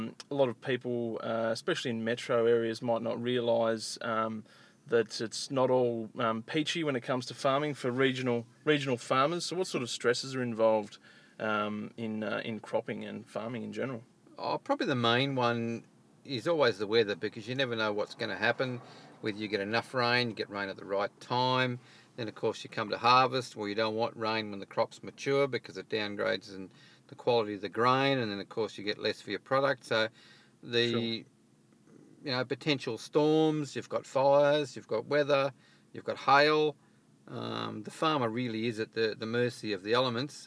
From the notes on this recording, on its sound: Irecorded this interview while we sat in my car using nothing but a lapelmicrophone plugged into my iPhone!